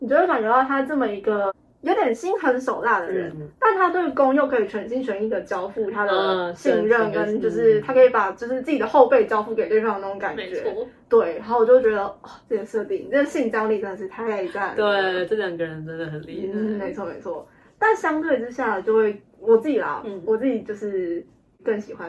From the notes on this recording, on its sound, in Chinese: 本集原本為手機錄製收音的影片，如果覺得音質不夠清晰